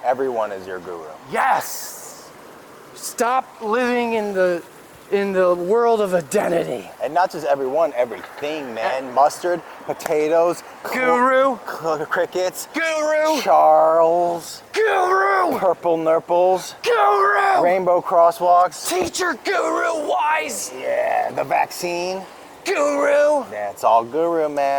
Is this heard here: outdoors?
yes